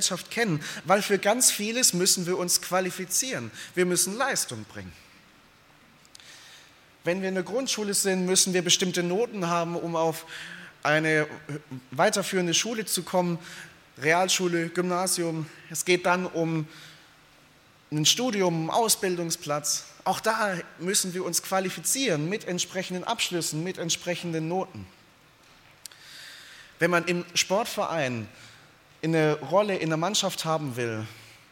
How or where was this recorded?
large echoing room